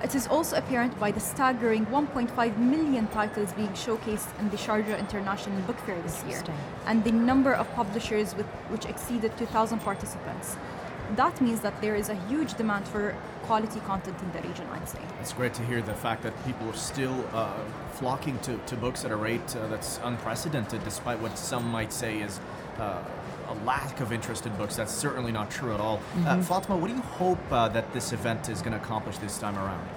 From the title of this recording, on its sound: Live from SIBF 2022